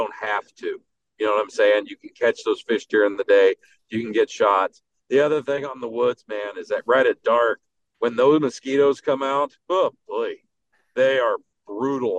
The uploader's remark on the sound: while he drives home from the Milwaukee Musky Expo